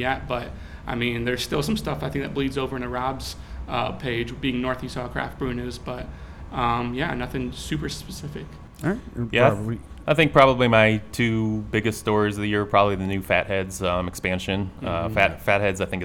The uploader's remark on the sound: Live From Nostalgia Brewing Company